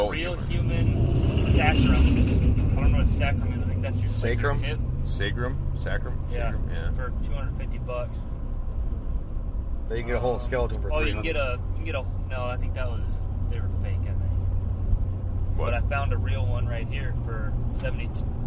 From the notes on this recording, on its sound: While on our way down to Tennessee. I love doing these road trip podcasts, but they are definitely not studio quality.